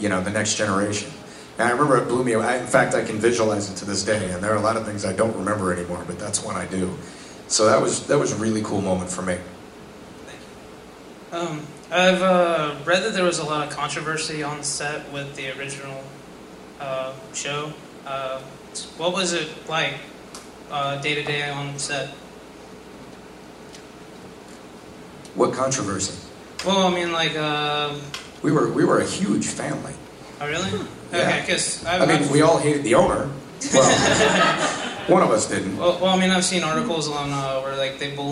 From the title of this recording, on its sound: Panel from Pensacon 2016